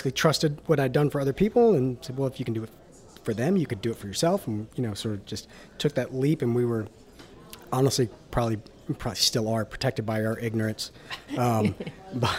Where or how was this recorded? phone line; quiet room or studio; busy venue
busy venue